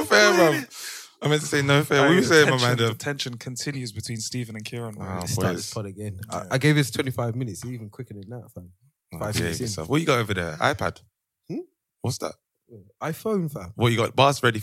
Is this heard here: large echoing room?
no